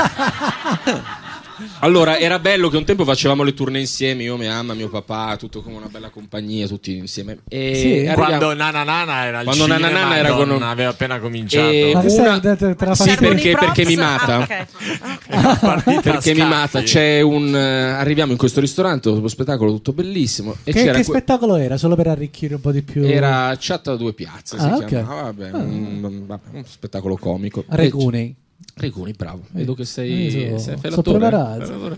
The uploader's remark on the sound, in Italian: Registrato al GhePensiMi